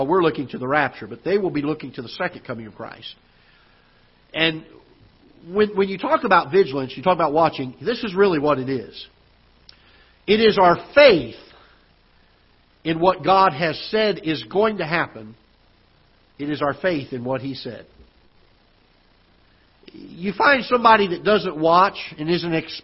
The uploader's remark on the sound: Ketha Heights Baptist Church ~ Live Broadcast